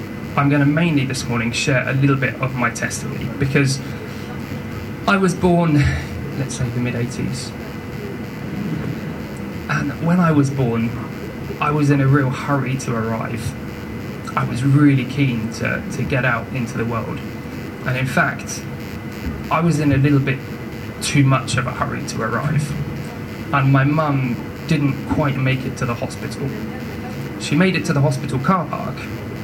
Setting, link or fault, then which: fault, poor sound quality